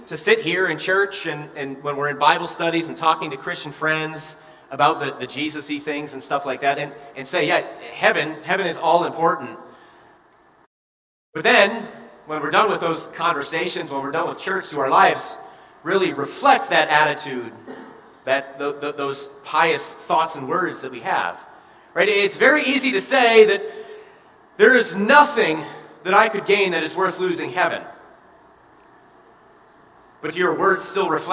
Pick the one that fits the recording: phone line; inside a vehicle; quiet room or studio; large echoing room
large echoing room